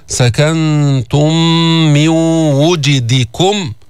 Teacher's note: قبلها أتينا بإدغام المتماثلين الشفوي، سكنتم من ميم وميم أدغمتا فصارت ميما واحدة مشددة، سكنتم مع الغنة، سكنتم من وجدكم.